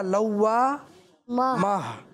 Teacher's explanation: جب آپ وقف کرتے ہیں اور آخر میں گول تا آئے، یعنی گول تا پہ وقف کریں، تو اس کو ہا ساکن سے تبدیل کرتے ہیں